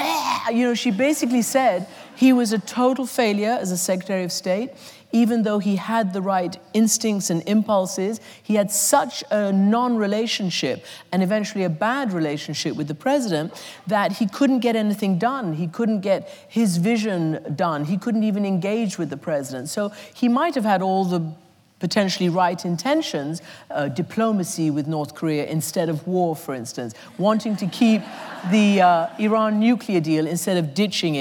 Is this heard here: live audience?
yes